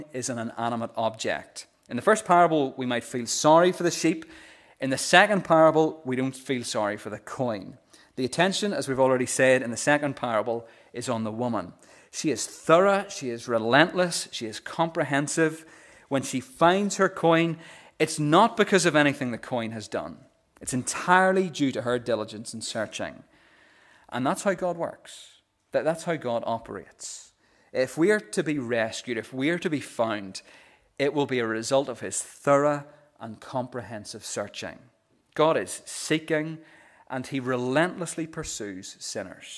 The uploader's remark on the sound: the recording of the Bible reading and sermon from our morning service